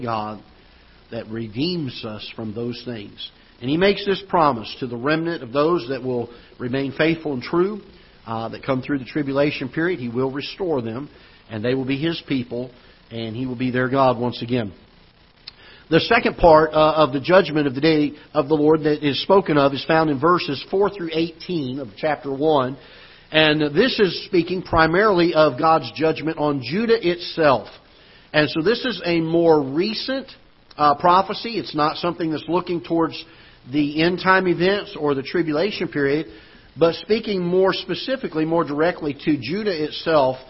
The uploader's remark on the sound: Ketha Heights Baptist Church ~ Live Broadcast